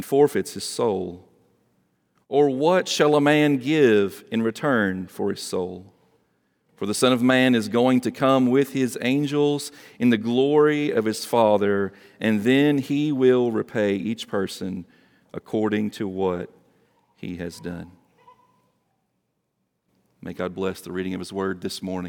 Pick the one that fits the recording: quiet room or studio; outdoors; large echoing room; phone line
large echoing room